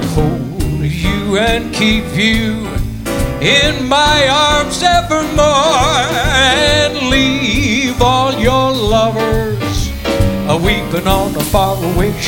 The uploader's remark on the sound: Live at the Southpoint Casino